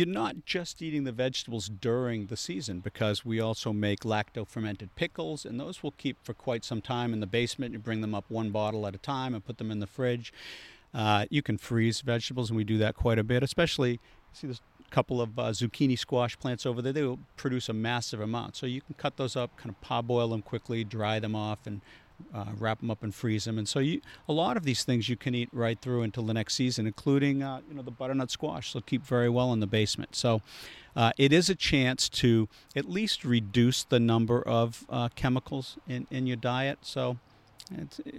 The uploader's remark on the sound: A live podcast recorded in his garden in Boston.